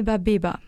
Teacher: le système phonologique alsacien ne fait pas clairement la différence entre les sons P et B